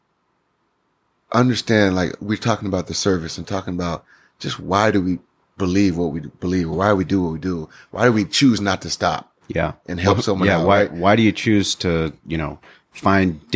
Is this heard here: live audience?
no